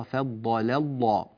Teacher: انتقال من مرقق إلى مفخم، ومن مفخم إلى مرقق، ثم من مرقق إلى مفخم. جيد، التنقلات هذه تحتاج إلى تنبه ومرونة في الأداء حتى يكون النطق صحيحا.